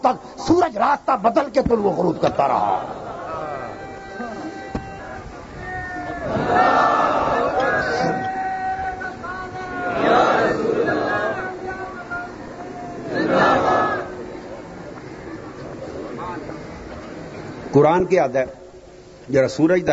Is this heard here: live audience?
yes